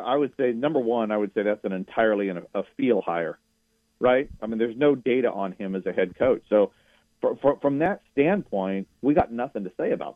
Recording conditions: phone line